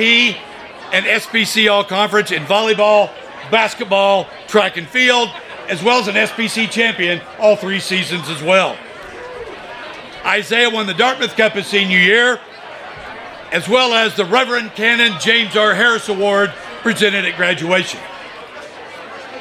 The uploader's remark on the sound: An audio recording of Casady School's 2022 Athletic Hall of Fame Induction.